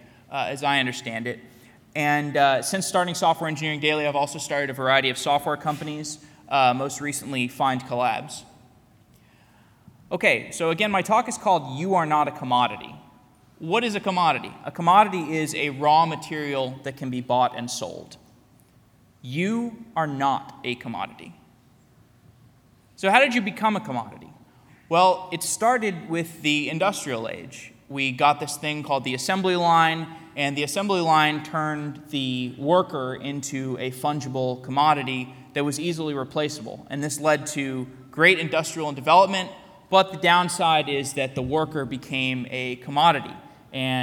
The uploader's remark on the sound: Keynote at Tikal Full Stack Tech Radar Day. Today’s episode is a keynote I gave at Full Stack Tech Radar Day in Tel Aviv.